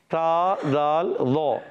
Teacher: زبان کا سرا اوپر کے دانتوں کے کناروں سے ادا ہوتا ہے